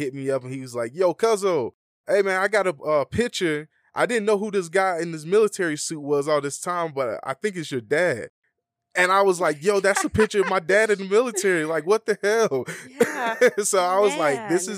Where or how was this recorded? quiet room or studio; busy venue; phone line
quiet room or studio